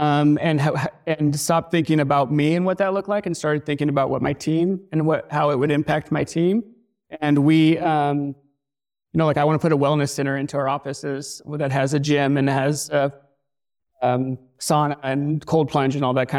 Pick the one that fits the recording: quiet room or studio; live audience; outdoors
live audience